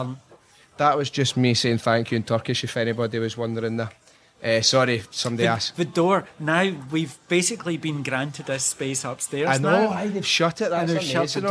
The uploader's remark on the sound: Recorded in a cafe in the heart of Istanbul.